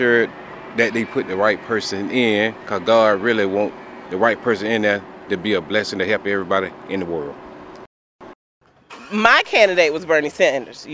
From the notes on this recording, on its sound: On Election Day 2016, WRGC is featuring man and woman on the street interviews with Baldwin County voters. Election Day interviews recorded at the Hardwick and East Baldwin precincts.